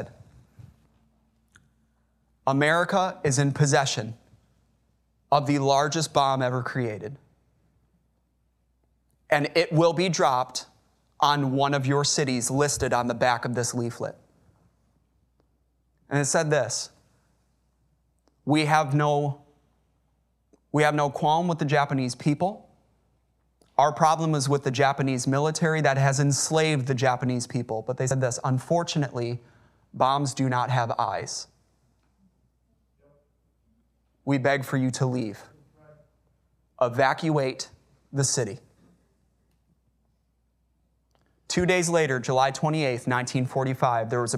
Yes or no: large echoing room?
yes